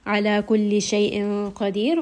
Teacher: Qaf is going to be heavy because it is a permanently heavy letter. And then ra in this case is going to be light. So as we learned, anytime there is a ya with a sukun and then ra with a sukun, then that letter is going to be light.